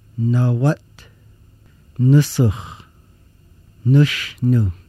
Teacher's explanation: The N sound is produced when the tongue touches the back of the teeth and the sound comes out through the nose. Sounds like the N in nice.